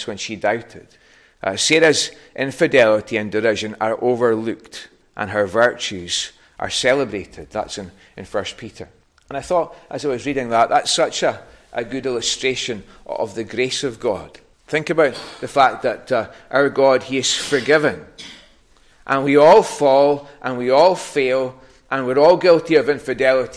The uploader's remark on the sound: recorded at North Harris Free Church on the evening of Sunday, 7th May 2023